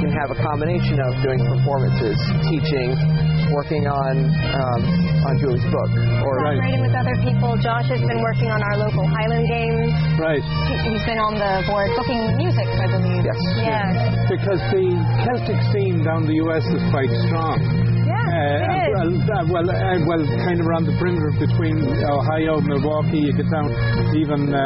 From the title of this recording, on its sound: In Conversation at Goderich Celtic Roots Festival